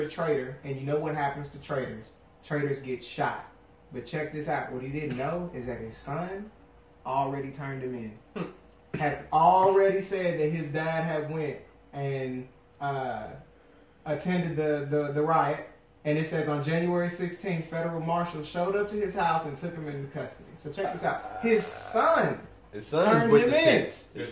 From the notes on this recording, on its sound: Dont hate us for the audio! We've updated our microphones since recording this episode.